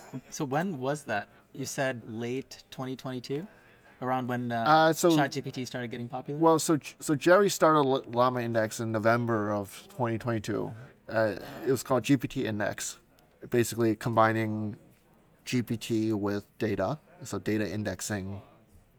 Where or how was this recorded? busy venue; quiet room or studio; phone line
busy venue